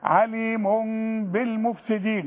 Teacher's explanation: ما دام في تنوين وبعده باء يحصل للتنوين ده هو قلبه. نقلب التنوين لميم